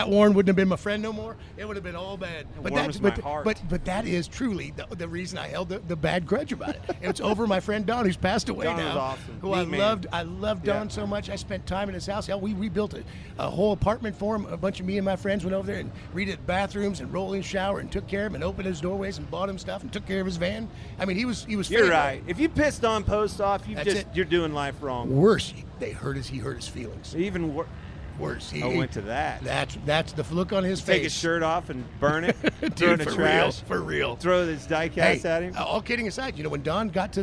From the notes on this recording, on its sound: LIVE FROM STURGIS.